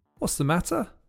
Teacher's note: Lots of T's are dropped, and the word the links with the S from is, and you get s.